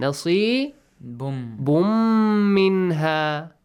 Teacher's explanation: Nasibun, tanween plus mim, merge it again.